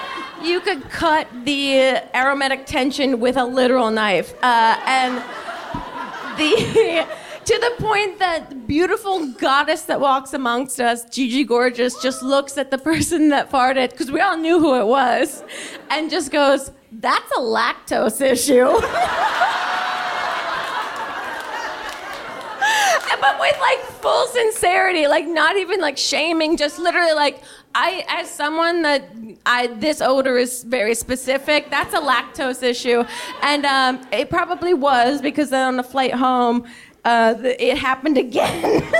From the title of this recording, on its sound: Live in Brooklyn